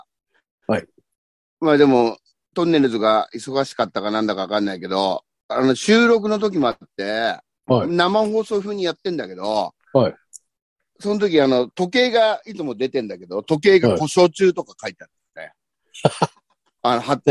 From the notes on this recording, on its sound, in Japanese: ZOOMで収録